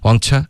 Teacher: 这个 to 的音送气变成一个去了